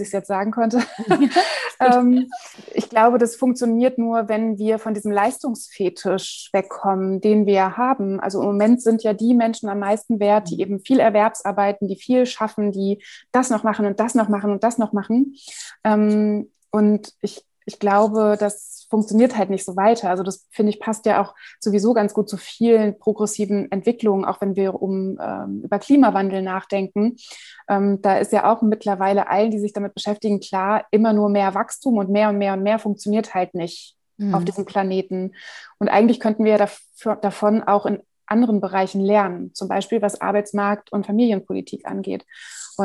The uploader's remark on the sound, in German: Die Zoom-Diskussion